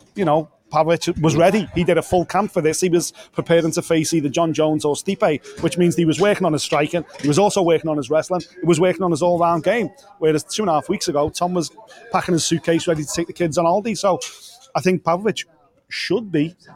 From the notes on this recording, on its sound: Listen back to the LIVE stream we did from the official weigh-ins for UFC 295 in New York.